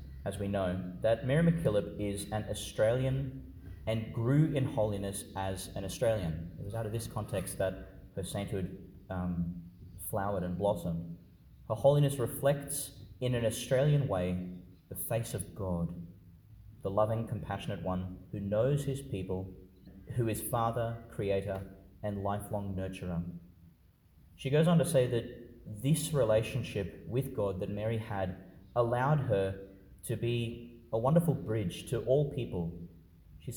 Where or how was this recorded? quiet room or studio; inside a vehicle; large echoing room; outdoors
large echoing room